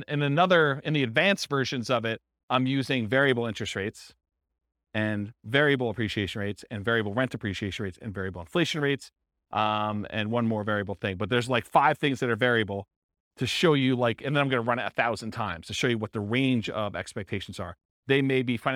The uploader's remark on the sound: This was a live class recorded